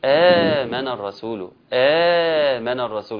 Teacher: حفص ليس له في البدل الا حركتين · Term: مد بدل